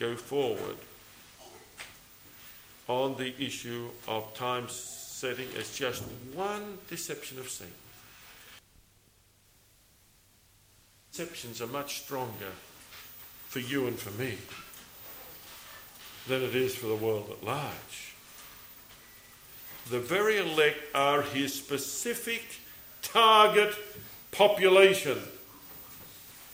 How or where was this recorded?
large echoing room